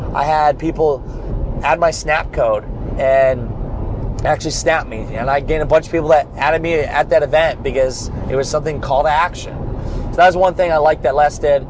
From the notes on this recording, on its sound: Why I’m driving back from Miami right now.